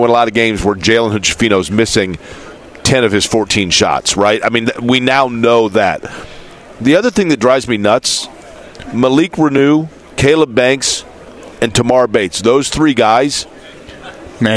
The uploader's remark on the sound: LIVE at the NFL Combine